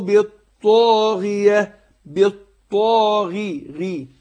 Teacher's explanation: الغين هنا مكسوره، هتاخد ادنى درجات التفخيم